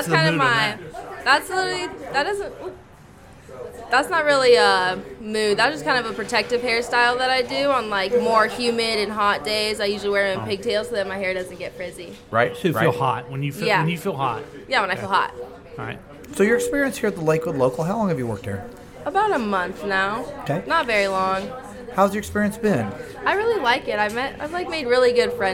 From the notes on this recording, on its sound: Live from The Lakewood Local.